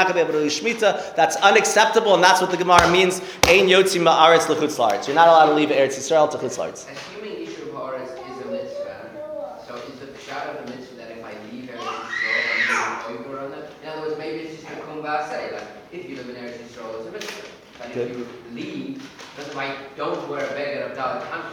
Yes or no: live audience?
yes